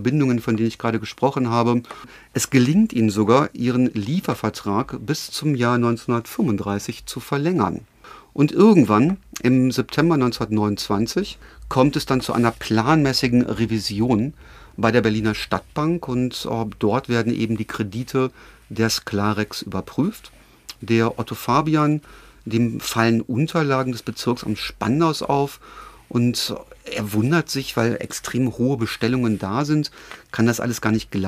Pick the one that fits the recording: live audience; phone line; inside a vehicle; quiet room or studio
quiet room or studio